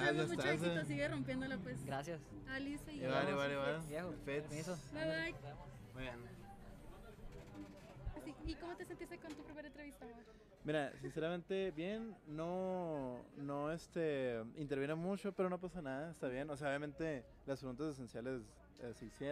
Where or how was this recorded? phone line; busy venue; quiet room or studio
busy venue